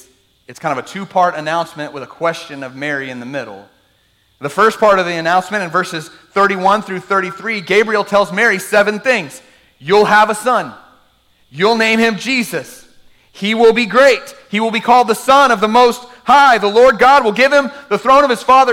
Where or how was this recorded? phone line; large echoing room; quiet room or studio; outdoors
large echoing room